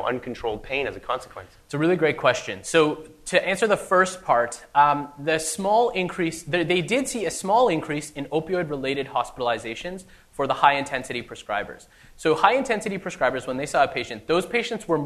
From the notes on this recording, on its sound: This week’s episode is the second part of the live recording.